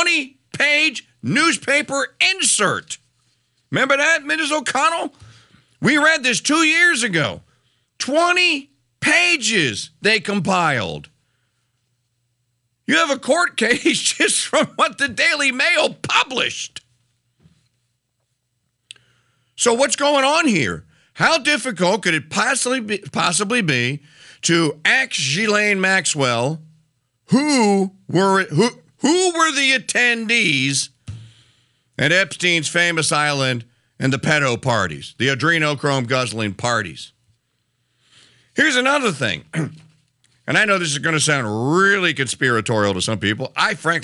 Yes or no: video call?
no